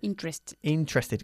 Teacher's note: Nos comemos la primera E.